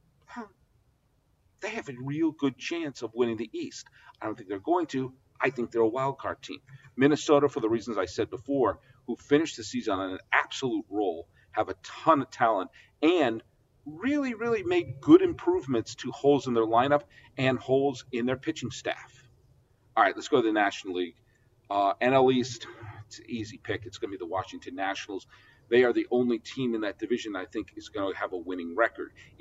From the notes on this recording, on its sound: From Homer Field and Willie Mays Ballpark in Atherton, California. The sound of a video podcast.